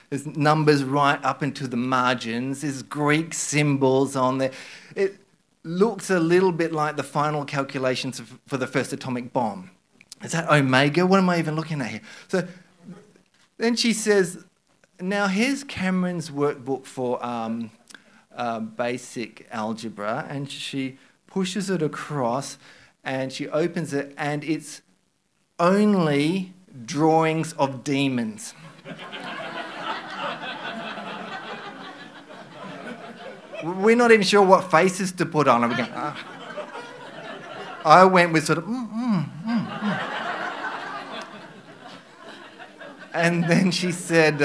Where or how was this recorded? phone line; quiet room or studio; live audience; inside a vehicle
live audience